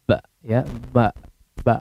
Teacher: Kalau tidak dialirkan ke hidung, ya maka akan jadi ba.